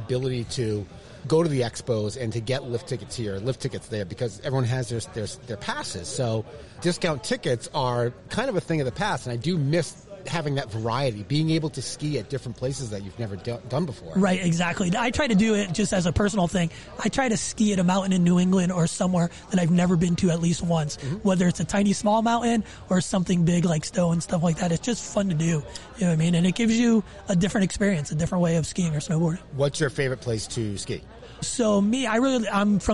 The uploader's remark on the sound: Recorded live at the Country Ski Expo.